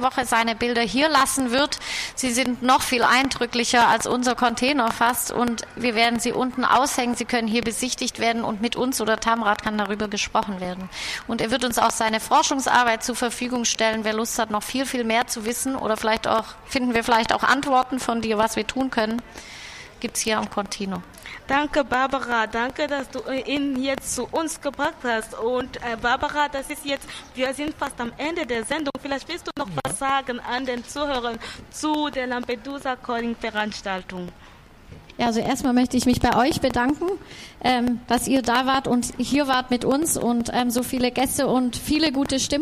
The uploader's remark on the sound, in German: Our Voice live vom Kartoffelmarkt! Live von den Containern haben wir auch mit Besuchern und Besucherinnen gesprochen.